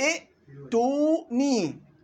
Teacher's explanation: بدل الكسرة بدي أحط ضمة حتى تناسب الواو. إذن ائتوني أصلها ائتيوني.